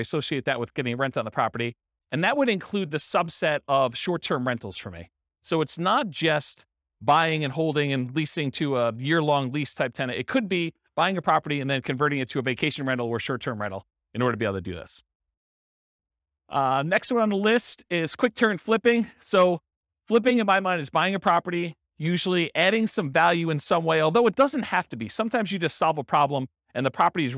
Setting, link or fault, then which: setting, live audience